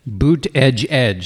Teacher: Yeah, just think boot edge edge, the word edge pronounced twice in a row with emphasis on boot. So Buttigieg.